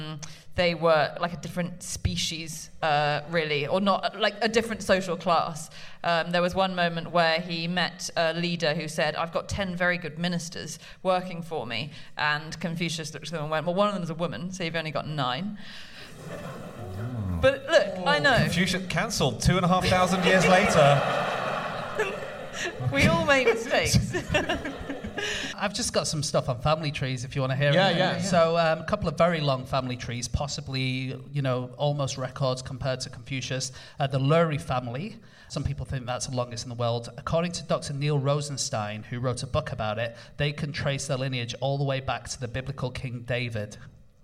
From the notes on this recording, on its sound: Live from the London Podcast Festival